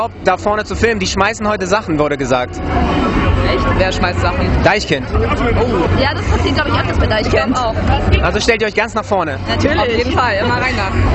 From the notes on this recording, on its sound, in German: Die söndigste Meile der Welt verwandelt sich in einen Konzertsaal. Hamburg.de war live dabei auf dem Reeperbahnfestival.